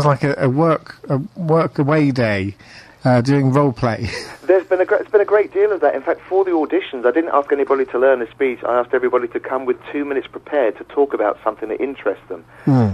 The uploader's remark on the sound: is joined on the phone